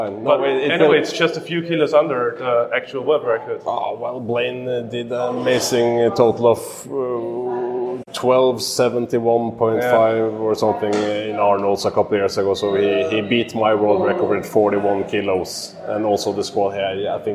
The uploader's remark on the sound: At this year's bench Europeans in Luxembourg